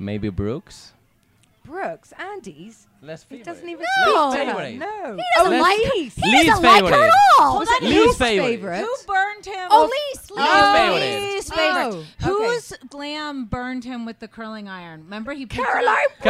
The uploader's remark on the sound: Live from BravoCon